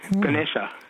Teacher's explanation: Even the first A is almost a schwa, Ganesha.